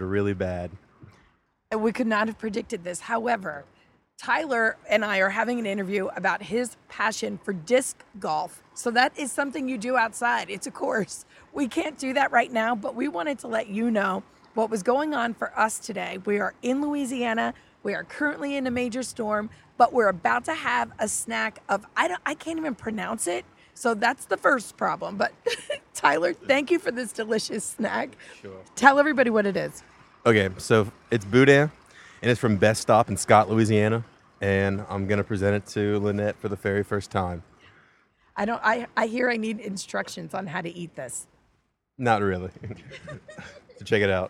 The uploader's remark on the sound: Live from the road. Crew is caught in torrential rains in St.